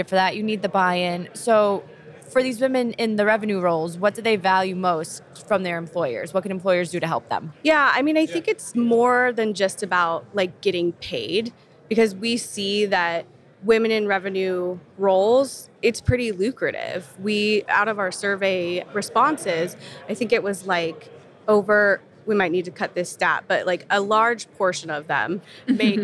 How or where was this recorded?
busy venue